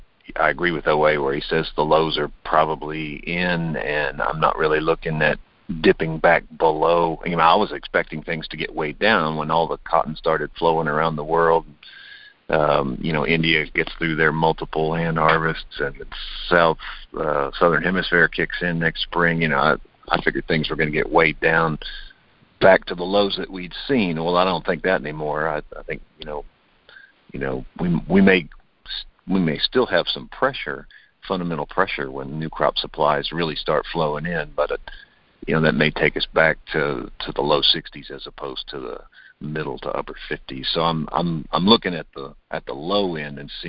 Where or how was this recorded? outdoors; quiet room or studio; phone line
phone line